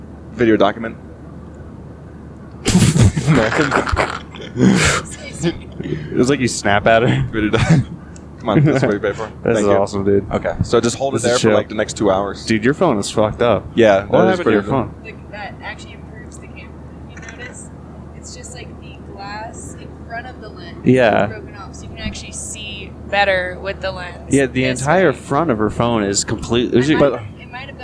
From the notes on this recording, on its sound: recorded this on the way to Austin